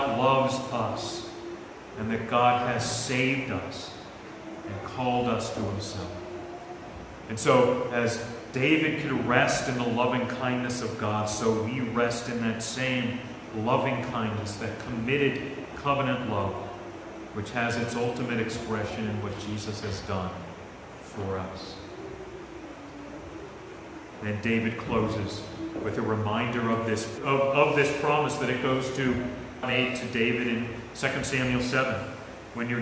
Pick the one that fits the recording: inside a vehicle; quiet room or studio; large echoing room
large echoing room